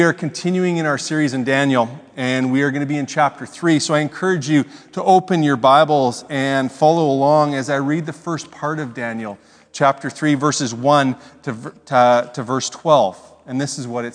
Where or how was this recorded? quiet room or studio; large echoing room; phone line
large echoing room